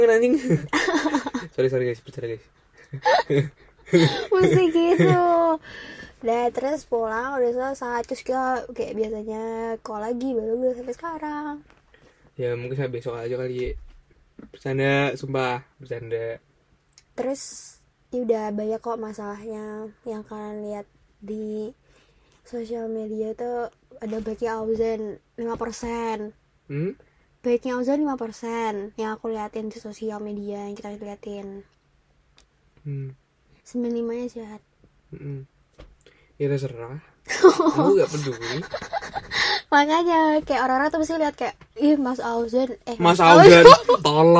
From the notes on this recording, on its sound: In the car.